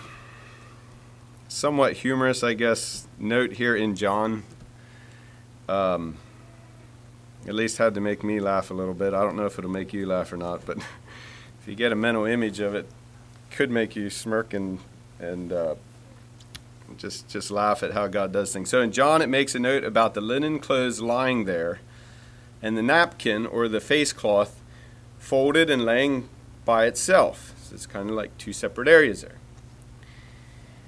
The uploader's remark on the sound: Message preached at Word Of Hope Mennonite Church